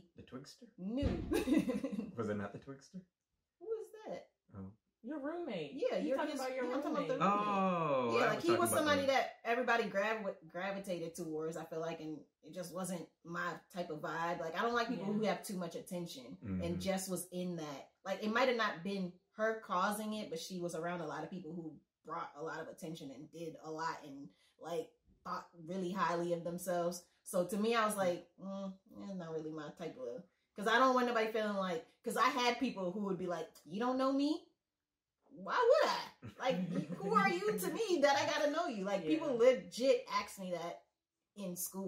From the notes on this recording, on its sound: Please excuse some of the background sounds - it's our first go at it!